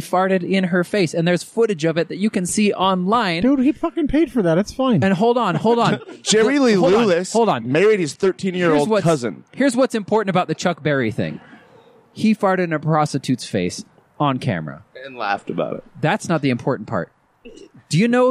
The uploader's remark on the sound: We take a break from the studio and record outside on the noisy patio.